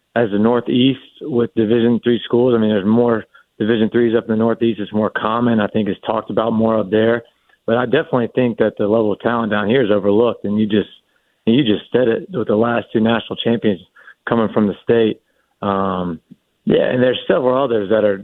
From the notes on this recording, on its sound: We keep things rolling here in the Fan studio with a special guest. We have a live caller. Another, strangely familiar, surprise caller!